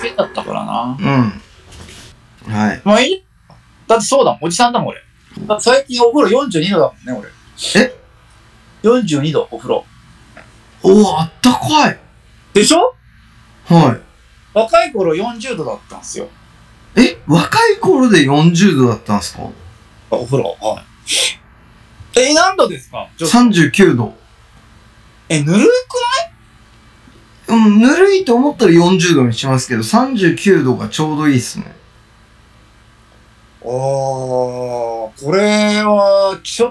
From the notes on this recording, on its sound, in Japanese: 暴走し続けるオンライン忘年会の件(音質悪回)。オンラインのため、音質悪くてすみません！